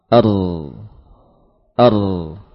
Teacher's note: Namun getaran itu juga tidak berlangsung lama. Ar, ar, bahkan disebutkan hanya cukup sekali bergetar, ya. Sekali bergetar pada bagian ujung lidah, ar. Selebihnya kita usahakan untuk hilang getarannya. · Term: ra sukun